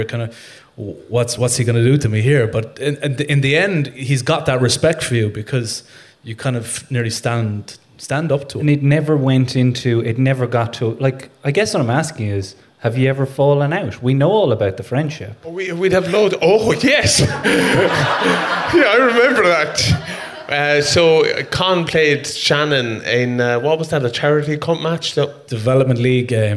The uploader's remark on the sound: in front of a sold out Sugar Club at the Dublin Podcast Festival